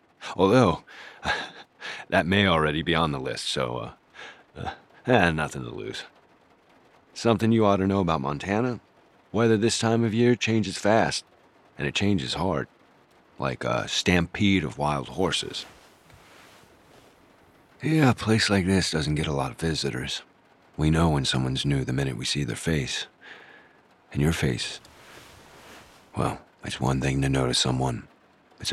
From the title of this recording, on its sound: In the Truck